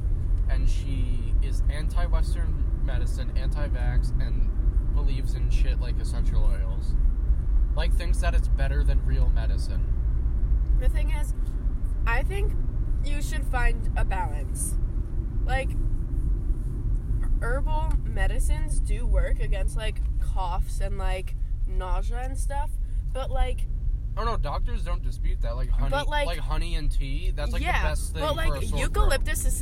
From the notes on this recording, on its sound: In this episode we’re driving instead of sailing. At some point we get mcdonald’s bc we were hungry and then we talk and eat at the same time.